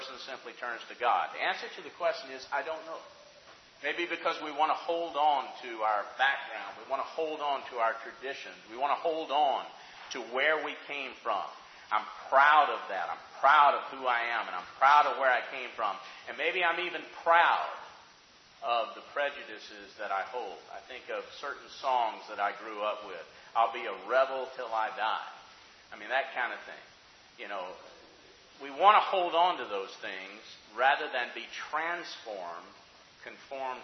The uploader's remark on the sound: Questions from the audience